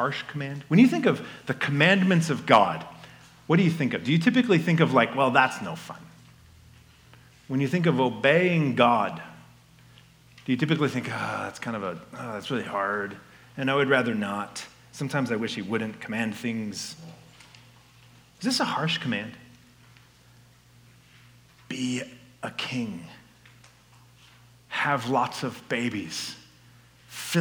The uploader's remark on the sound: This message was given at Fall Conference 2022.